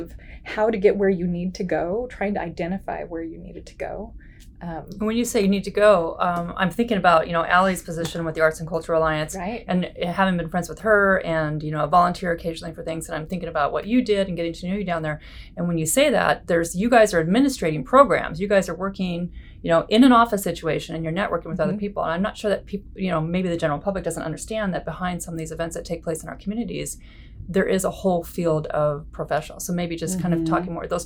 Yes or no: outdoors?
no